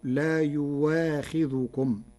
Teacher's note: قرأ ورش كلمة يؤاخذكم بإبدال الهمزة واوا فتصير لا يواخذكم على وجه التخفيف والتيسير، وبدلها مقصور لاستثنائها من البدل.